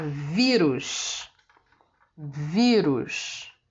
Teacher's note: Vírus também é uma palavra paroxítona porque é a penúltima sílaba que é a tônica dessa palavra, é a, é a forte.